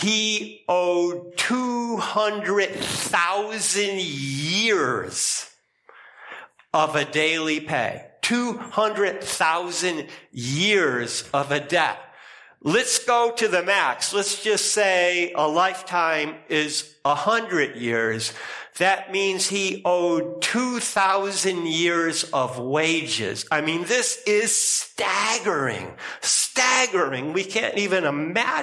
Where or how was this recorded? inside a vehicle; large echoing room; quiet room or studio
large echoing room